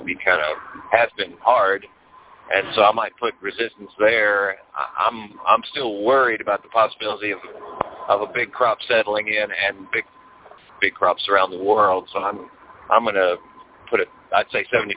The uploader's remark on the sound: Monthly Conference Call